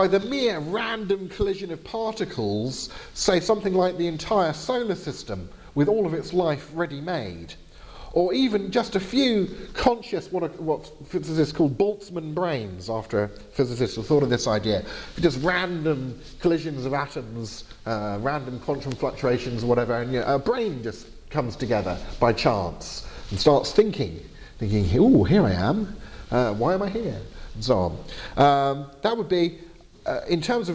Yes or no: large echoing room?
yes